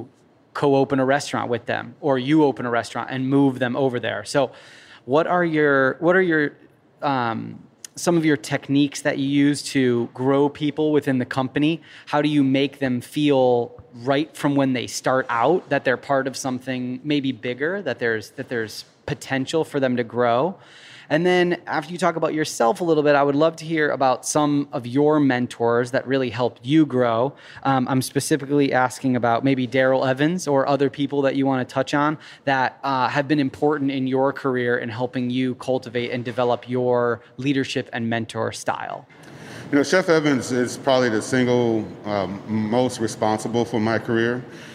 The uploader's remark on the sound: We recorded this episode live at Samesa